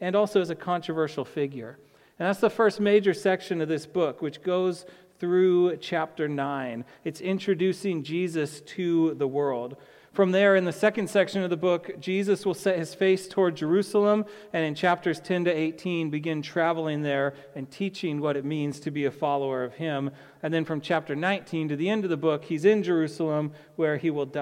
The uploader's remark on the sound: to the congregation of Peace Bible Church